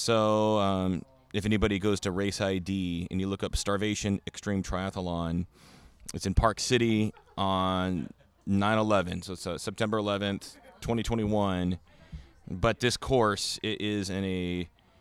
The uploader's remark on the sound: Come to you live from The Hammered Dwar f in Snohomish, Washington. Come to you live from The Hammered Dwar f in Snohomish, Washington.